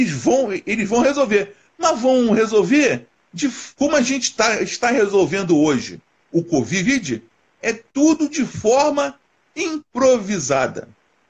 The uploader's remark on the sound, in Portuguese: Este episódio é de uma Live que fiz no Instagram